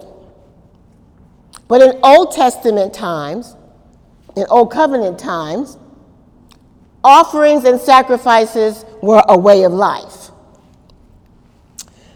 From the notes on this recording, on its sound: During Wednesday night service on April 11, 2018